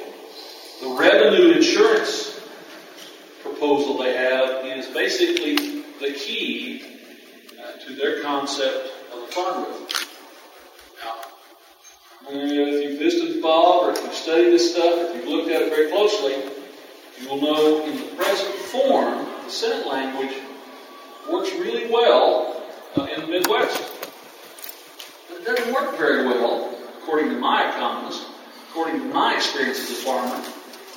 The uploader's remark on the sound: The chairman of the House Agriculture Committee came and spoke to peanut producers attending the Southern Peanut Growers Conference in Panama City Beach.